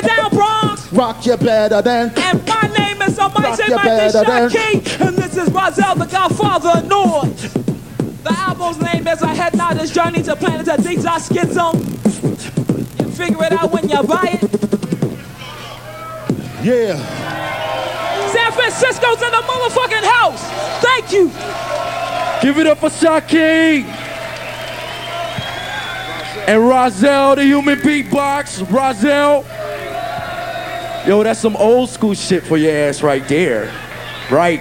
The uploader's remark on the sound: Here's a recording from tape of a live show